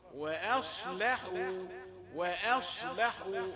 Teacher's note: الهمزة رقيقة واللام رقيقة والصاد في الوسط مفخمة